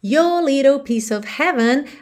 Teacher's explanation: como eu não tenho uma palavra iniciando em vogal depois de your, fica mais fácil não enrolar o R